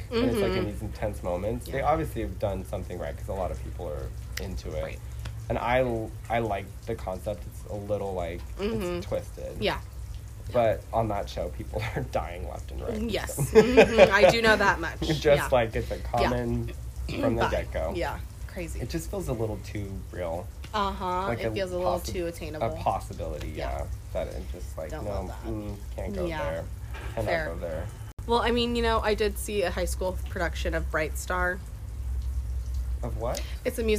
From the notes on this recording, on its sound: enjoy the beautiful weather outdoors